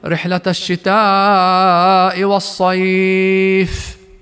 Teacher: فنقول مثلا رحلة الشتاء والصيف، فبروم الكسرة في كلمة الصيف انتفى مد اللين فيها حتى لو وقفنا عليها. لكن لو قرأناها بوقف سكون دون روم يجب حينها أن نعطيها مدها من حركتين إلى 4 إلى 6 حركات